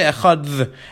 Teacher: Some people, however, want to suggest, based on the history of language, that it could be that a Dalid at the end of the word has a little bit of a different symbol, a little bit of a different noise, something like a th sound, like a th.